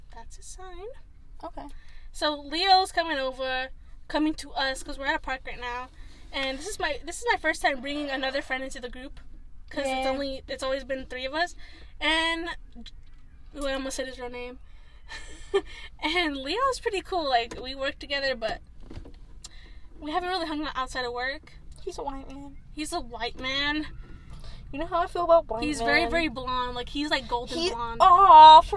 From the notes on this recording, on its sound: WARNING for all headphone listeners this rip is loud as hell